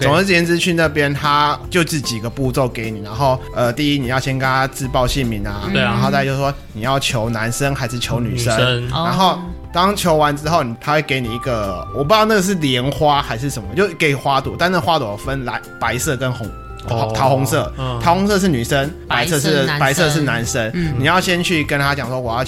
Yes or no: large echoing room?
no